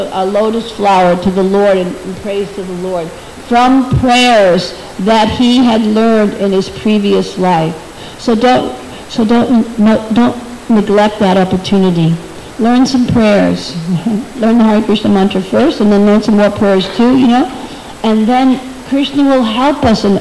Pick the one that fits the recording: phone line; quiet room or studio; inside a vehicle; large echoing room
large echoing room